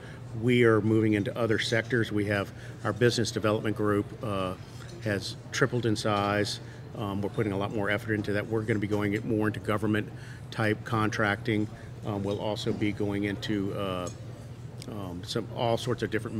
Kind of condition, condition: setting, busy venue